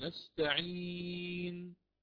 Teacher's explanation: تسكن النون وبعيد التسكين، بعيد ليس بعد يعني مباشرة بسرعة، آتي بضم الشفتين إلى الأمام إشارة بالضم · Term: الإشمام